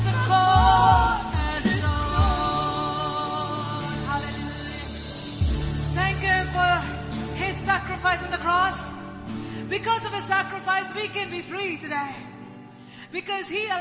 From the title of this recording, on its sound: ELBIM Church Sunday LIVE Stream Audio